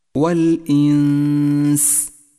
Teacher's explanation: والإنس حكم الإخفاء حيث جاءت النون الساكنة وبعدها حرف السين تخفى النون في السين مع بقاء غنة للنون زمنها حركتان